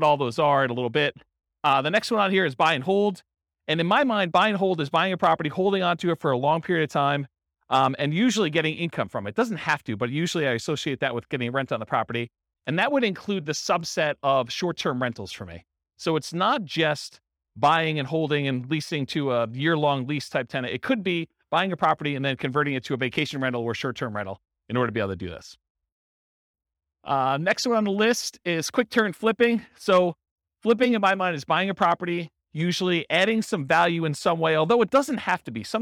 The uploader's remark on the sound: This was a live class recorded. In Renton, Washington.